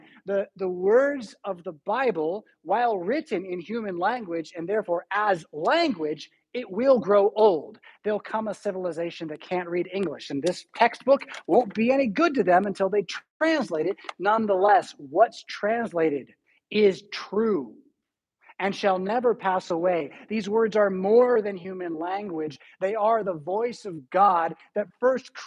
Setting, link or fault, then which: setting, large echoing room